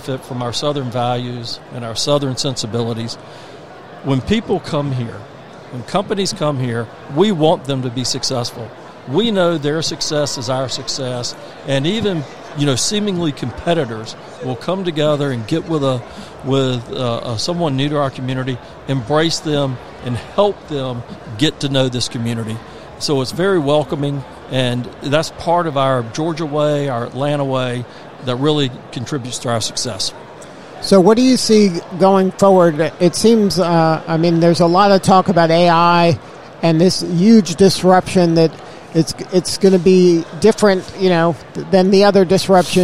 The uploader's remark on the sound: Broadcasting live from the Georgia World Congress Center for Georgia Technology Summit